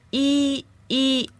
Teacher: You kind of have to hold the first E, right?